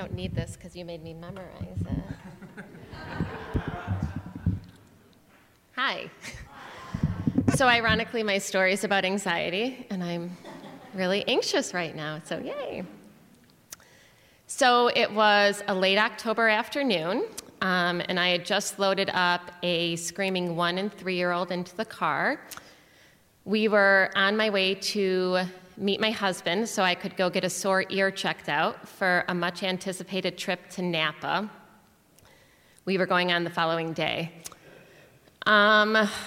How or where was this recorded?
live audience